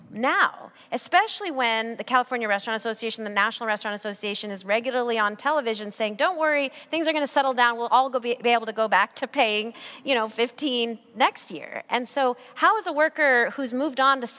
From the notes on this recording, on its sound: Live from The Cheech Marin Center for Chicano Art & Culture at the Riverside Art Museum